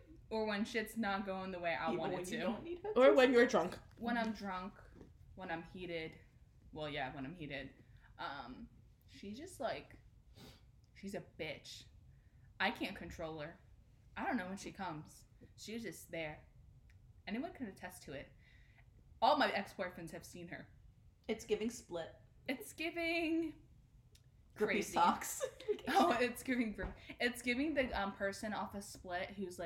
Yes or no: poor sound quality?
yes